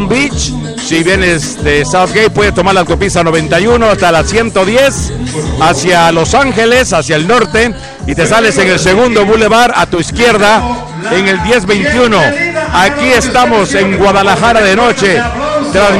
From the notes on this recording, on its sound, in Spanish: Transmisión en vivo del doceavo aniversario de LA CARAVANA DE LA ALEGRÍA desde GUADALAJARA DE NOCHE en GARDENA, CALIFORNIA